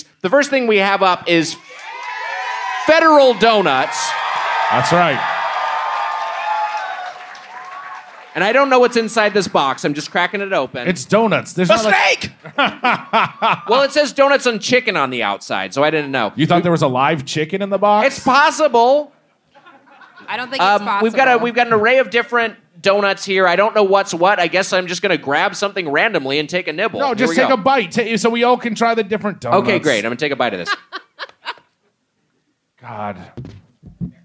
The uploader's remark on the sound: Recorded live at Punch Line Philly on Sept 5th, 2019.